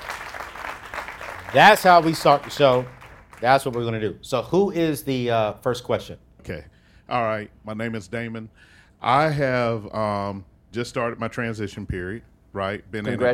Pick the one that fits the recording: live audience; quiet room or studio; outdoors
live audience